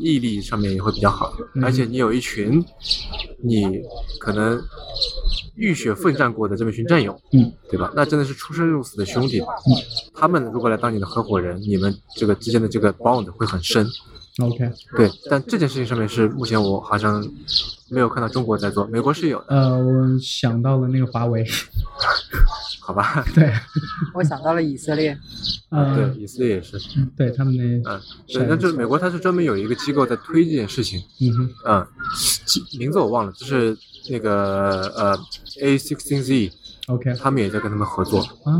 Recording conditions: outdoors